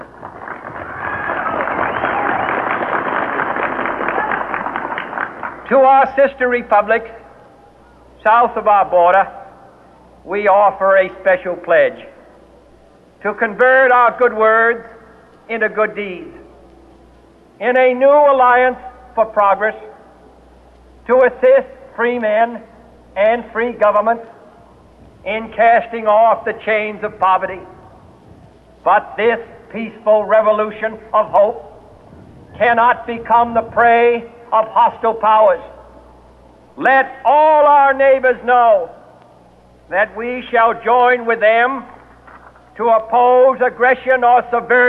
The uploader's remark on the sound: It was well below freezing and windy, and he took the oath and delivered this speech without a coat, wearing just a regular suit. We had a vinyl recording of the speech at home.